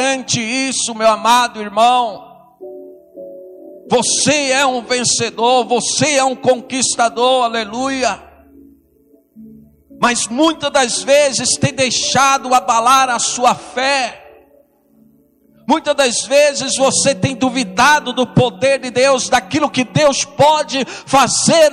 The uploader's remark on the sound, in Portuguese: Culto de Busca ao Espírito Santo AO VIVO.